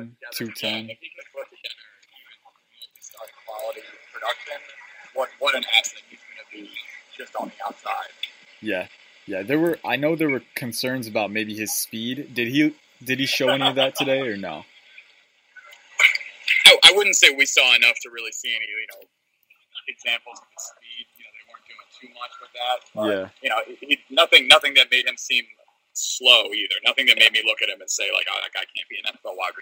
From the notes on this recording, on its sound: Live from day one of Redskins training camp. Called in from Redskins training camp, as spectators.